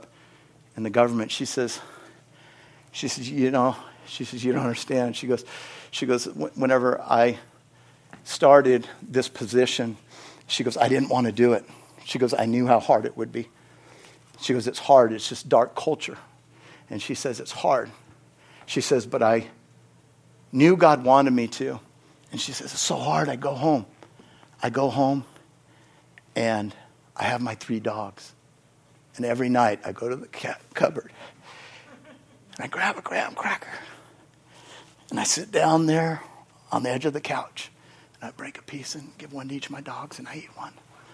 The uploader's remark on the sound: Is from the Wednesday service on August 30, 2023 at Harvest Bible Church in Stockton, California.